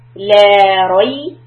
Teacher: So your mouth goes from the open آ sound to a flat lips ري.